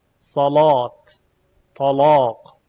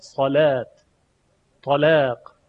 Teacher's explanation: در روایت ورش مصری اون لام البته تحت شرایط تفخیم میشه یا تغلیظ میشه، صداش درشت میشه. · Shown in: first take · صلات، طلاق، اما در سایر روایات صلات طلاق.